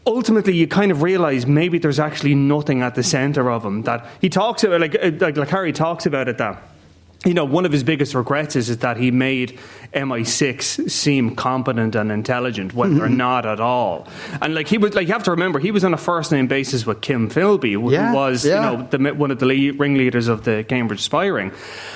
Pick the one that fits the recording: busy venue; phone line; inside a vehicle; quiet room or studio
busy venue